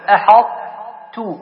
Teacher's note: هنا على الرغم أن الطاء، الطاء من حروف القلقلة، إلا أنه لو قلقل هنا قل أحطت أحطت، فلا حصل ذلك تفخيم للحاء، لكن هنا يسكن مع كأنك تريد تنطق الطاء، تنطق أصل الطاء ثم تدغمه مع التاء، تقول أحطت، لا تقول أحط ولا أحدت، فتنطق أصل الطاء.